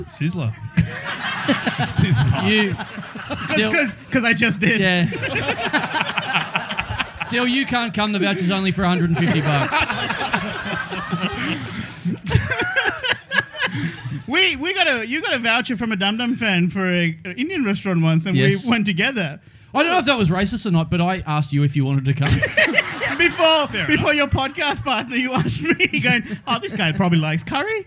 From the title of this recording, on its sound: Live in Maryborough!